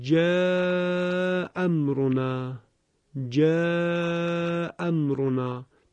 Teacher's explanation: اون همزه مفتوح آخر کلمه جاء متصل میشود به میم ساکنی که در واقع همزش حذف شده اول کلمه